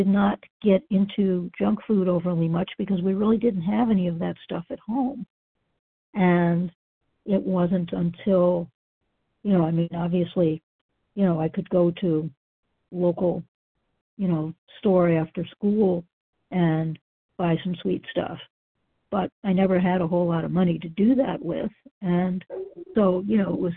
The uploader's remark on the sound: qualification from the 100 Pounders Phone Meeting